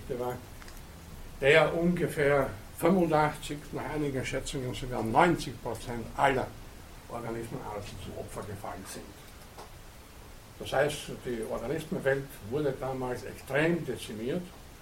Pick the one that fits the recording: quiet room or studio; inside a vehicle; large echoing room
large echoing room